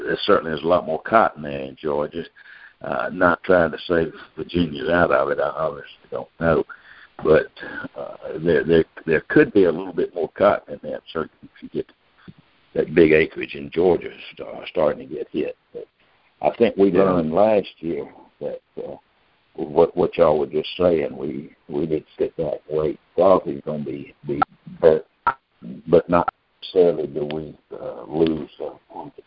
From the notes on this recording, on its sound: Monthly Conference Call On Cotton.